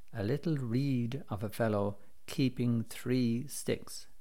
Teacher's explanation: Carver includes three words with assonance occurring between those long E sounds in read, keeping, and three